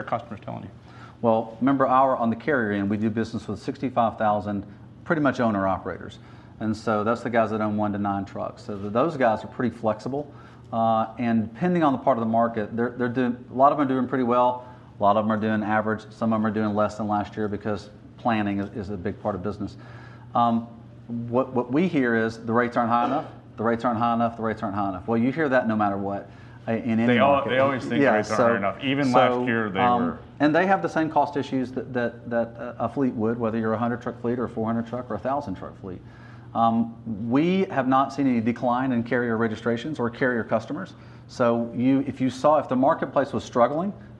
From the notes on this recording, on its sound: The interview was filmed during the Truckload Live Summit in Chattanooga, TN on December 5, 2019.